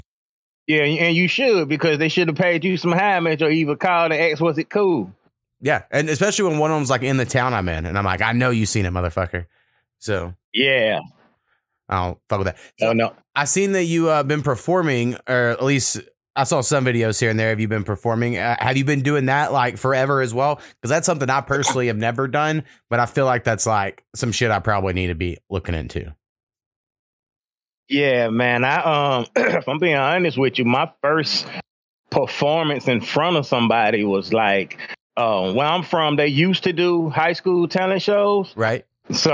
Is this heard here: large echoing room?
no